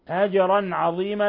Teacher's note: الجيم مقلقلة لأنها ساكنة لأنها من حروف قطب جد أجرا عظيما تنوين فتح جاء بعده